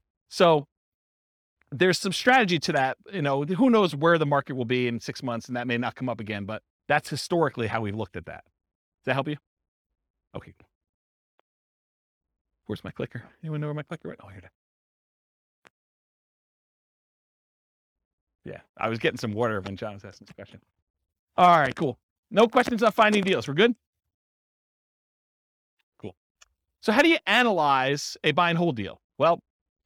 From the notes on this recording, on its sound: This was a live class recorded.